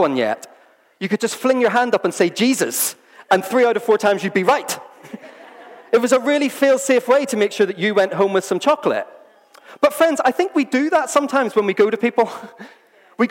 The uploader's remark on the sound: This was recorded at Skylark Church on 1st September 2019.